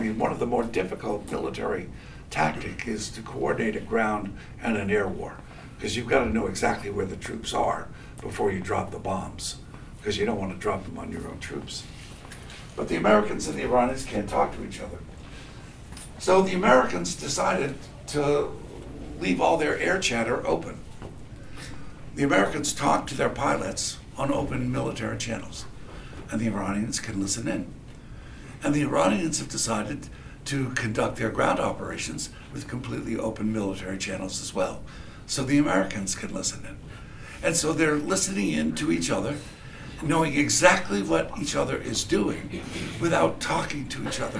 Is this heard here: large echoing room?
yes